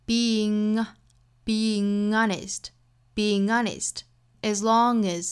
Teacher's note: being 和 honest 之间有一个小的连读这属于是辅元连读 Being honest, as long as 这个 long 和 as 之间的连读跟这个是一样的性质哈，都是后鼻音加元音的连读。As long as, being honest,只不过后面元音不同，所以后面摆的口型就不一样了，一个是